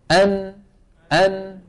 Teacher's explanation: من طرف اللسان مع ما يحاذيه من اللثة تحت مخرج اللام بقليل ويصاحبها إيه؟ غنة من الخيشوم